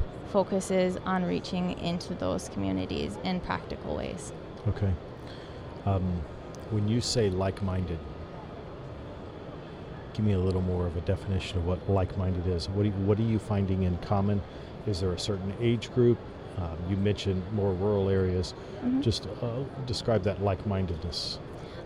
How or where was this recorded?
busy venue